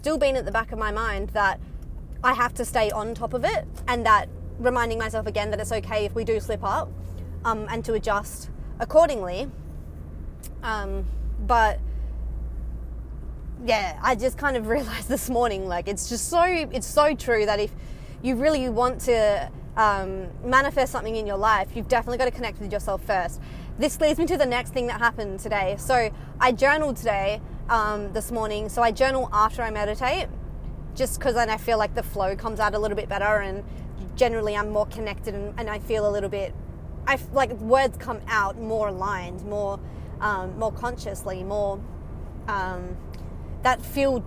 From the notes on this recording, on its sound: Casual chats while driving home from work